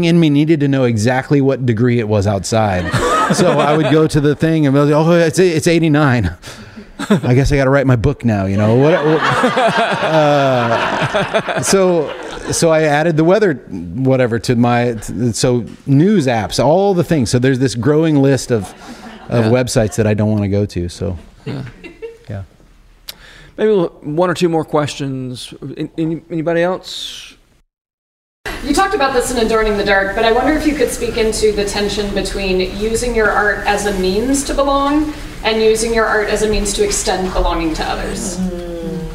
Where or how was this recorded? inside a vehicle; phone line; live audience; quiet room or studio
live audience